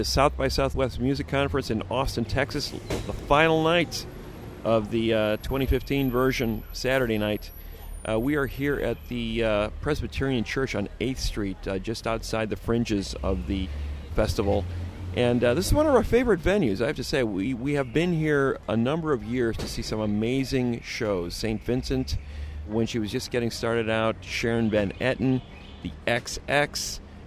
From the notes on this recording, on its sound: on the ground at the annual SXSW conference in Austin, Texas